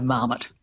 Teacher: It's had a lot of time, you know, to sort of be squished into an English model of stress, which would be the stress on the first syllable